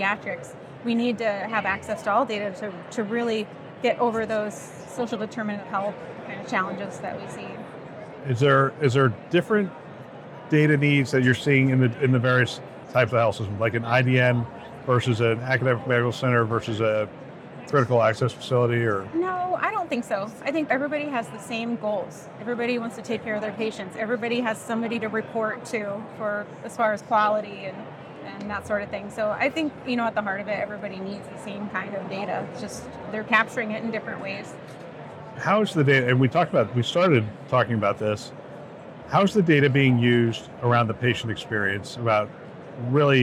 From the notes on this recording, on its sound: Interview in Action live from HIMSS 2023